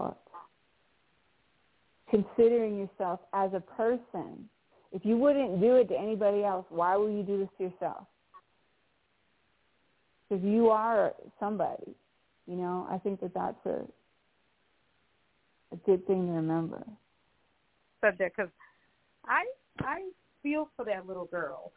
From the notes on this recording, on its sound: Those who call in will form a panel